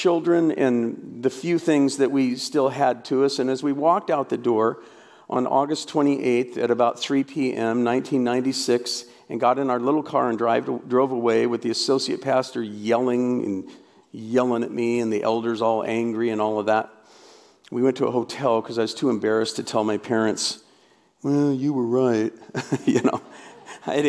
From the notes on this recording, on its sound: The first of 11 talks from this year’s RESTORE Conference. This was an amazing gathering of survivors of church hurt and abuse as well as pastors and Christian leaders, wanting to better minister to the survivors.